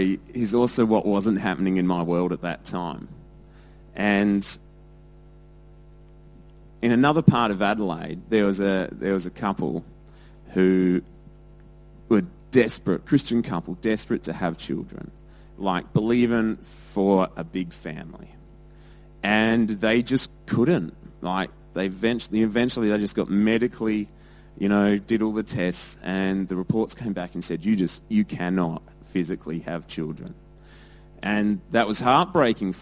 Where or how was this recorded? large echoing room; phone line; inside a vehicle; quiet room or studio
large echoing room